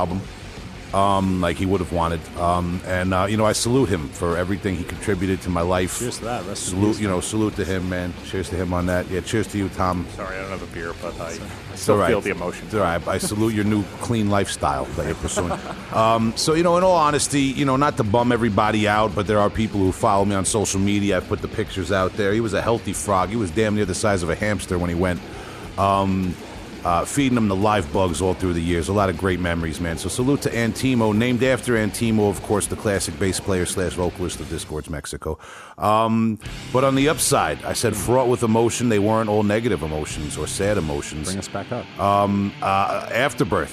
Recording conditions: phone line